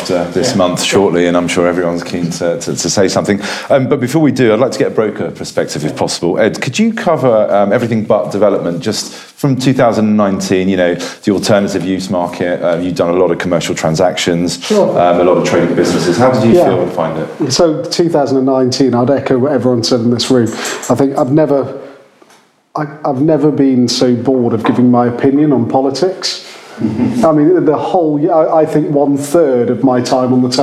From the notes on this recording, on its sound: our first LIVE podcast recording